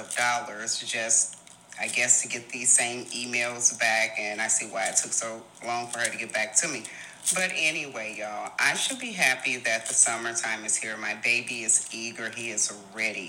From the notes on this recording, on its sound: please forgive any background noise